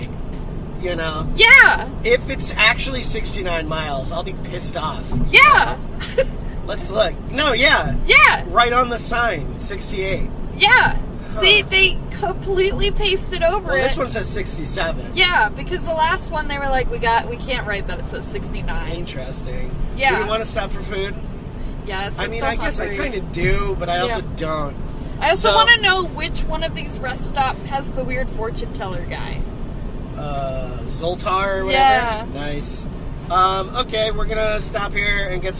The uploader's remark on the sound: Sometimes, it’s just kinda hard to talk in the car. Roadtrip!